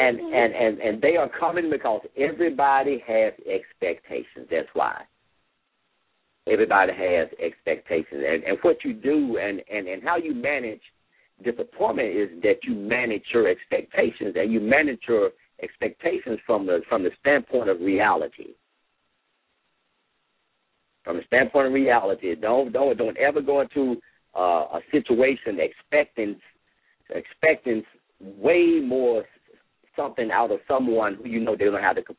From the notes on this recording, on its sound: LML uses a progressive live call in format.